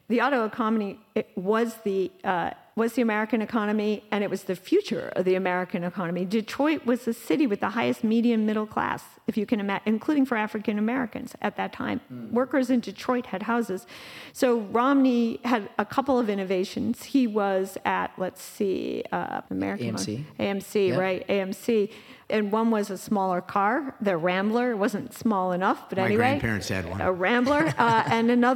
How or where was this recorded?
live audience